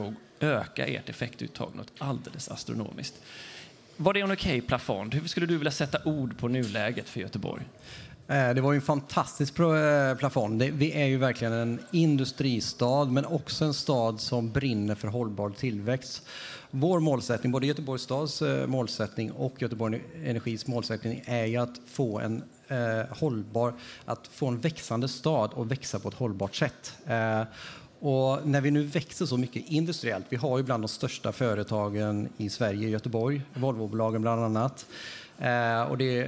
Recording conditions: live audience